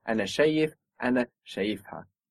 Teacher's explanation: we see the accent moving down when we're putting on that extra syllable